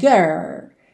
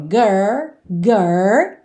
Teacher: especialmente com sotaque mais americano, que tem aquele R enrolado